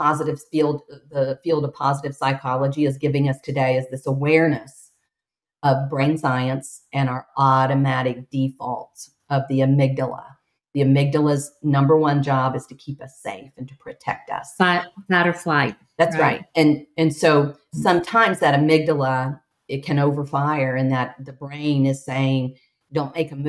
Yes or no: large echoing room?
no